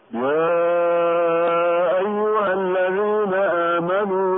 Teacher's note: فإذا كان بعد الهاء ألف ساكن حذف الألف في النطق بسبب التقاء الساكنين، فمثلا يا أيها من قوله تعالى: يا أيها الذين آمنوا لا تدخلوا بيوتا غير بيوتكم حتى تستأنسوا وتسلموا على أهلها. حذفت الألف بعد الهاء في النطق، ولم تمد الهاء كما سمعنا، لأن الألف ساكن والتقى بساكن، وهو لام أل من كلمة الذين.